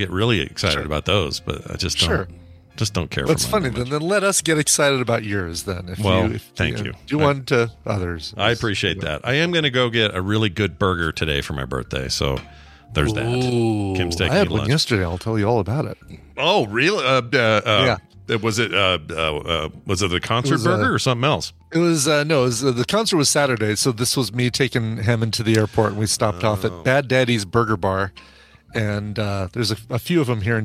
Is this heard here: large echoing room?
no